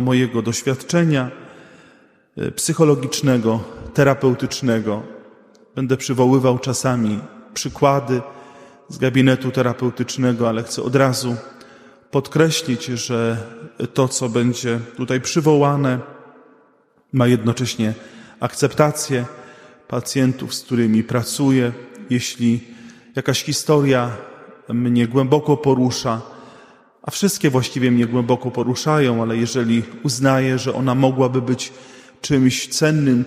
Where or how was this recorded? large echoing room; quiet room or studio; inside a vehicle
large echoing room